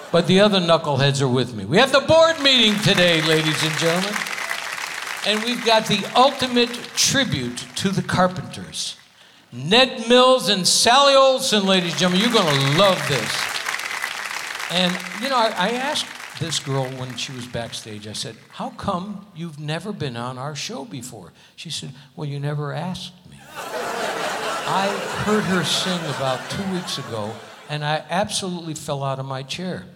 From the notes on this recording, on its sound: Live at the SouthPoint Casino